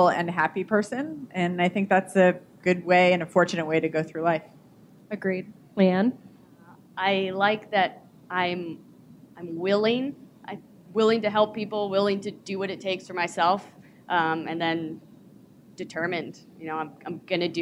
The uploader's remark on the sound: LIVE at the United Airlines NYC Half.